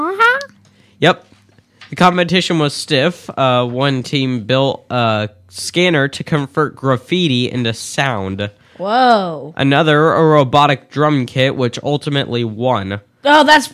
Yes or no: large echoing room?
no